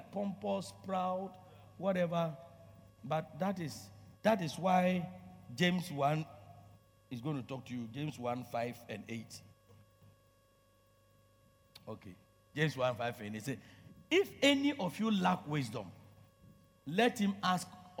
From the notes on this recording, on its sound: Preached at Loyalty House, Abbey, Dahwenya